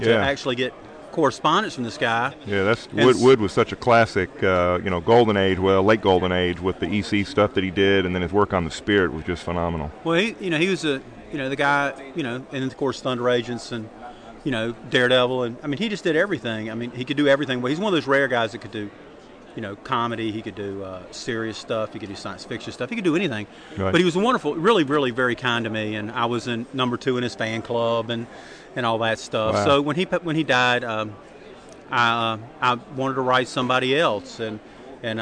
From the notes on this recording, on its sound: We are “live” from Heroes Con 2007 for day 3!